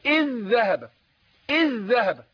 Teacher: نطقتها ايه ذال واحده مشدده